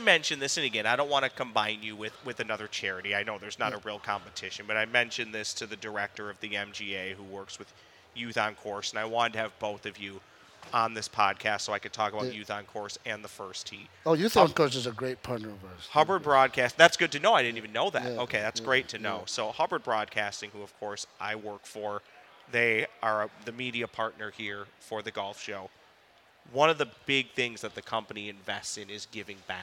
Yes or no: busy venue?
yes